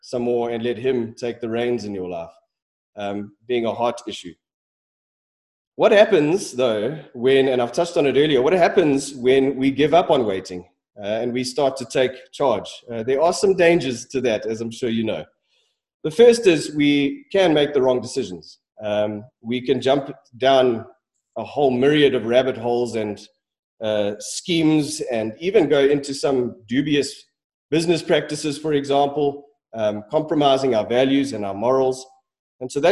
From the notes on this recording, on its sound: Sermon preached at Centre Church